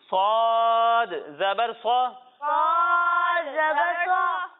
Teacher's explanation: جب ہم صاد کی ادائیگی کریں گے تو اس میں سیٹی کی آواز تو آئے گی لیکن اسے ہم موٹا کر کے پڑھیں گے